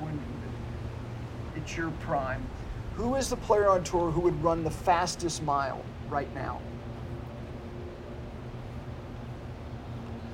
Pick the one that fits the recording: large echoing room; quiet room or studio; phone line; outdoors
outdoors